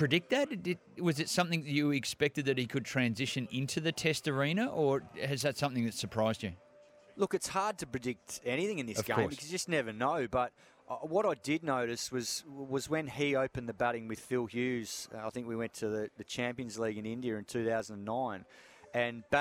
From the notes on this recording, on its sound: joins the boys live from the SCG